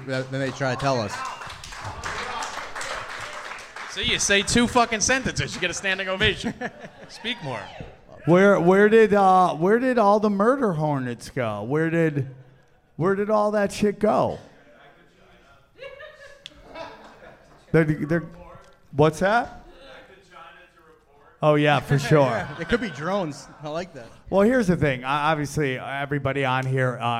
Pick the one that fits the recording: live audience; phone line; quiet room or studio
live audience